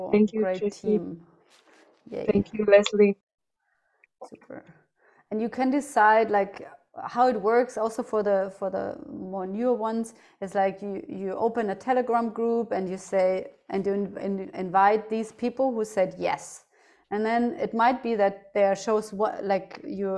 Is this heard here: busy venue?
no